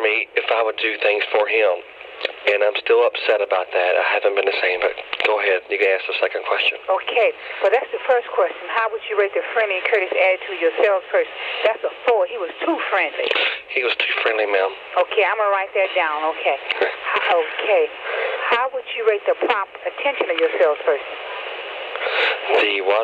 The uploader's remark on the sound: Prank Phone Calls